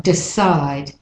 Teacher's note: Sometimes the D-E can, the E can be more like a schwa